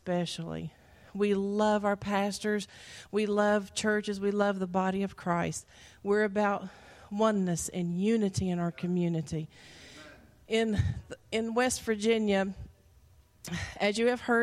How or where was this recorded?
live audience